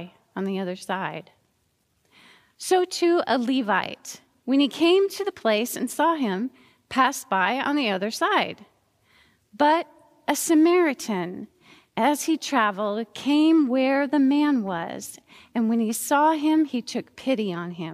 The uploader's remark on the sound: Recorded live at Beatitudes Church in Phoenix, AZ